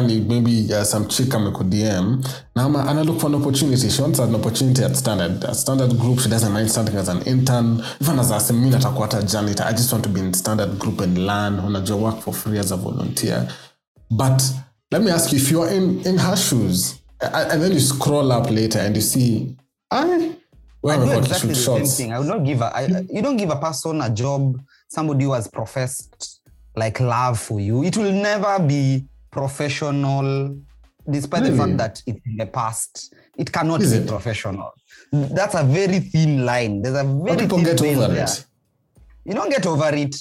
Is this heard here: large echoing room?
no